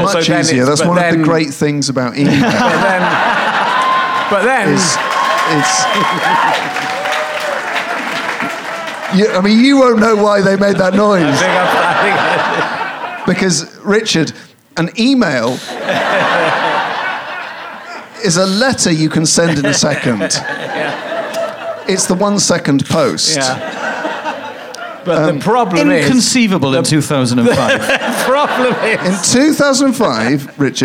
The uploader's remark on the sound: Leicester Square Theatre Podcast